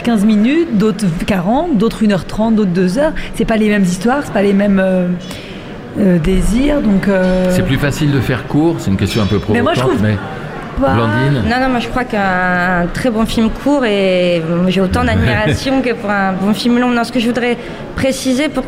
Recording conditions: busy venue